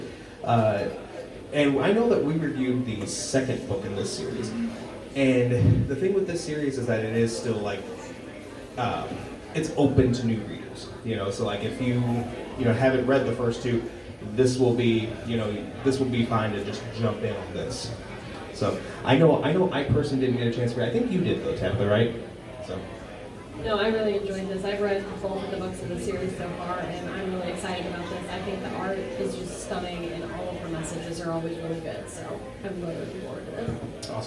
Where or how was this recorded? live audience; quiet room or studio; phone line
live audience